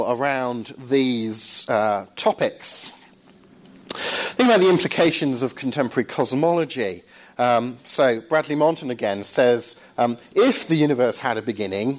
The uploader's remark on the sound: Lecture at Surrey University.